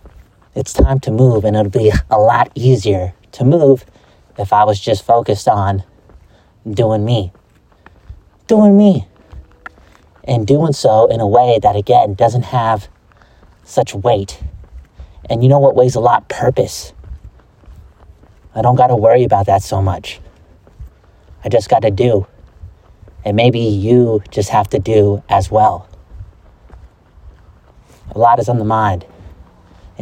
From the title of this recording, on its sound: Walk N Talk